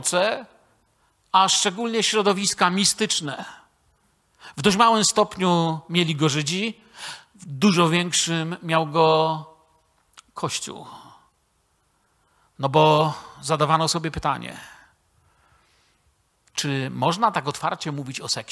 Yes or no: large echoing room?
yes